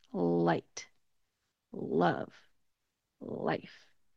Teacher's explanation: When I pronounce those words, my mouth shape is very different from the dark L sound. So the light L sound is when your tongue goes between your teeth.